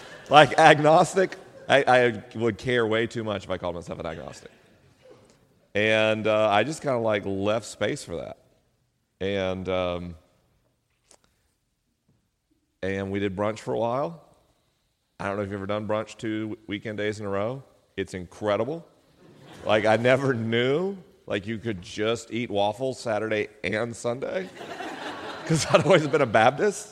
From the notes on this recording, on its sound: LIVE in Tacoma, WA. This week is a live episode: the questions are unscreened and the answers are unrehearsed.